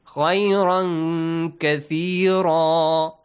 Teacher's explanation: Make sure with ikhfa we have gunna sound also, nasal sound.